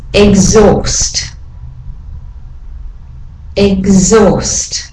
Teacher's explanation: the H is silent, and so that means that after the X, really all you're hearing is the vowel.